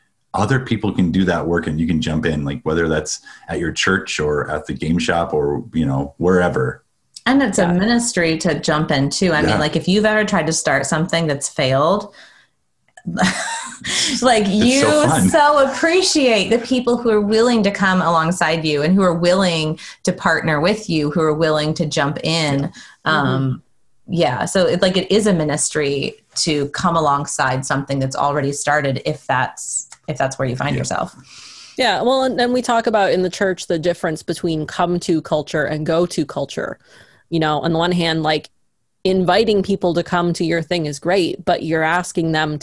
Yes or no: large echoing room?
no